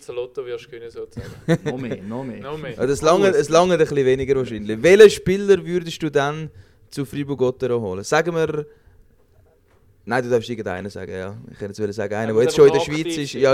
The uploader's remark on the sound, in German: Live aus dem Fanlokal «Seeschwalbe»